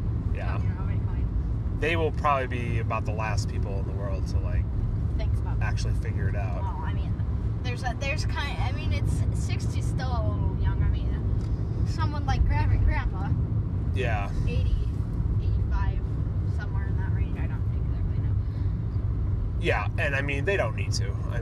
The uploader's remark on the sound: The bitcoin kid are in the car again talking bitcoin and the recent PayPal news.